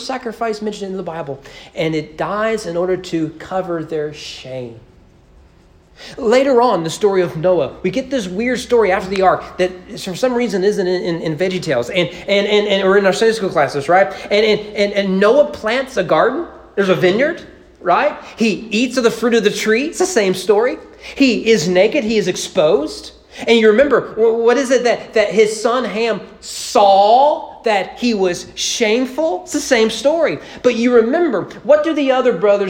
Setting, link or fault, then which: setting, large echoing room